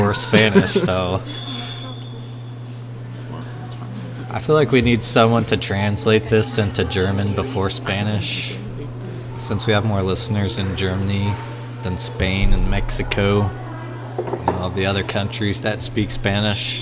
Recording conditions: background noise